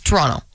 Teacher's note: you don't say that second T. And in the movie, they punch that T like it's the hardest syllable in the world, okay?